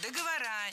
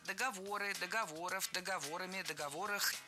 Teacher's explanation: Перед нами, опять же, существительное с неподвижным ударением на основе, на третьем слоге. · Shown in: second take